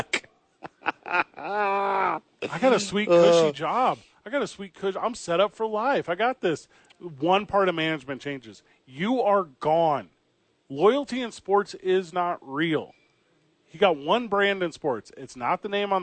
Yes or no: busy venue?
yes